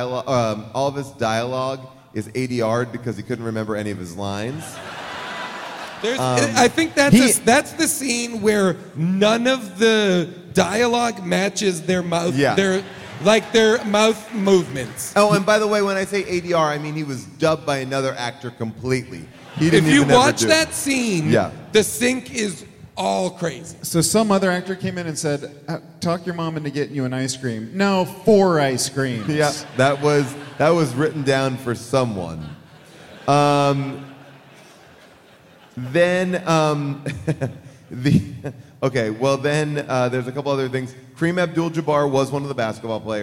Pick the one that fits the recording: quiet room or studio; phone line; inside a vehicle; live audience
live audience